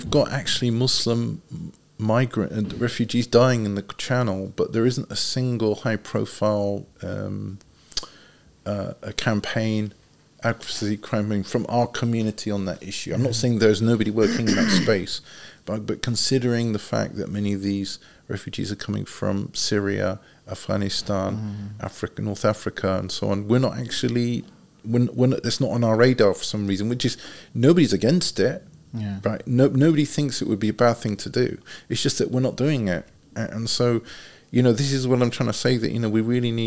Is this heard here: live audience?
no